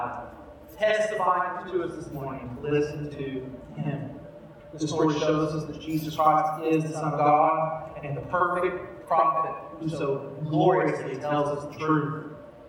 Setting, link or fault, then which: fault, poor sound quality